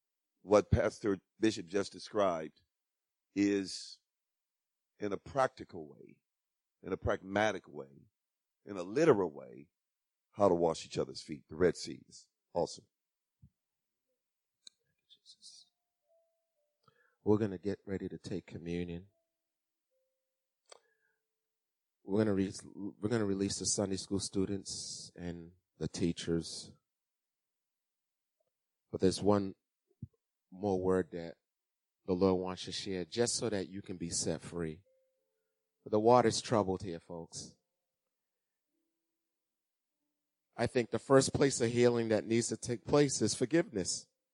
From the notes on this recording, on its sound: Recorded on 2016-03-06 at 08:30am Service